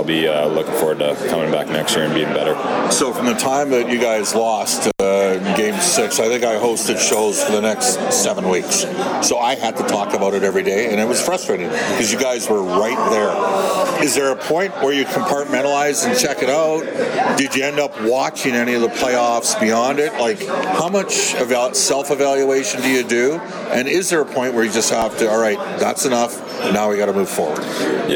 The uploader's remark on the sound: Live from Red Deer. Live from the Battle of Alberta Golf Tournament.